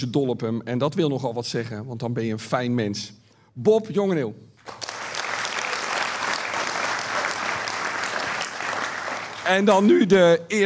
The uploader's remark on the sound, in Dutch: Ruim tweehonderd mensen sloten de huldigingsdag van Feyenoord maandagavond af in poppodium Annabel in Rotterdam